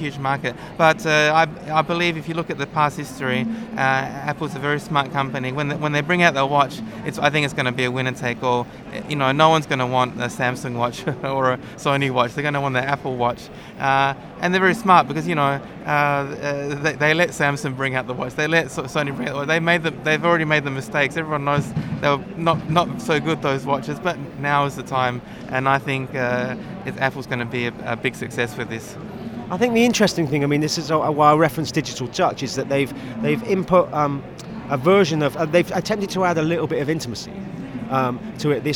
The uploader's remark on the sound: Recorded at the Wearable Technology Show 2015.